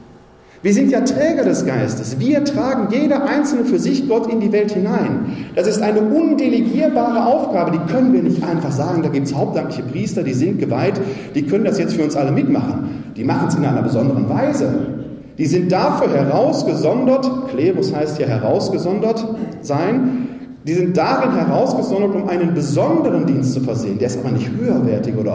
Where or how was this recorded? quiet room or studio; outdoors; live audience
live audience